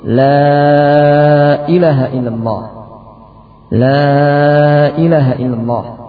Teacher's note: berikutnya adalah memendekkan lam kedua sehingga menjadi la ilaha illallah